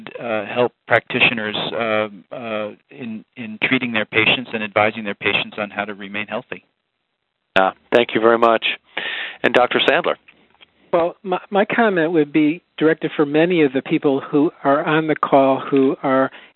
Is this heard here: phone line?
yes